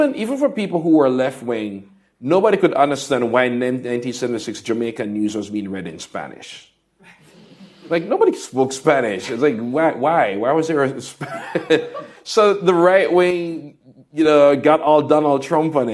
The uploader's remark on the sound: answers audience questions at a Guardian Live event